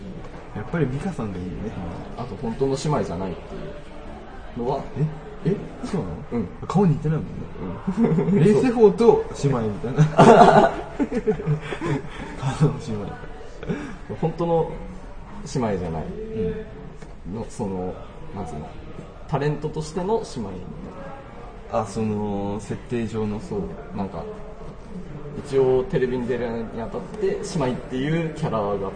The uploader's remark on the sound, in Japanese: 今回は『初めての公開収録』です。廊下の端っこで叶姉妹の話をしました。スタジオを飛び出し初の公開収録』。スタジオから飛び出して初の野外収録』。